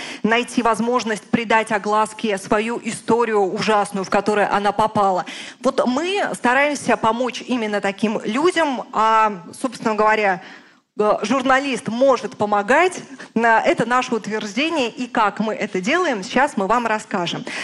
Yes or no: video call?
no